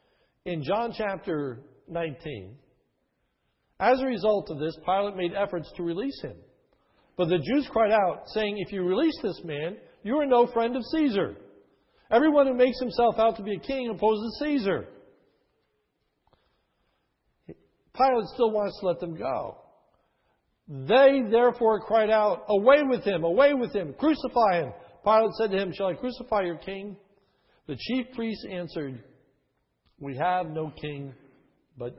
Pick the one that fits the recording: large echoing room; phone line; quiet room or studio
large echoing room